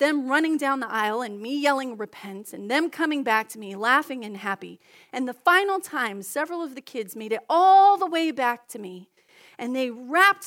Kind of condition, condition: setting, large echoing room